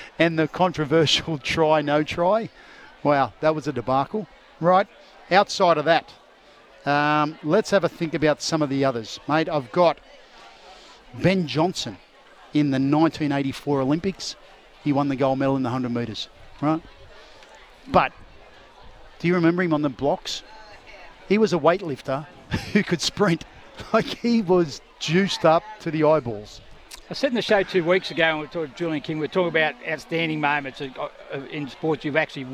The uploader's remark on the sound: Introduce the show live from Umina surf club for the surfers with disabilities event.